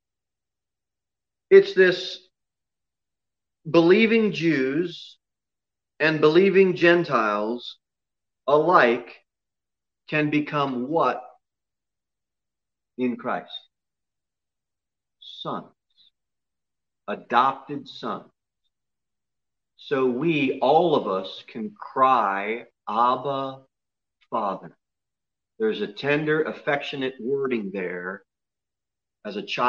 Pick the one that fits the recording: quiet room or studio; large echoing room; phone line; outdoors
large echoing room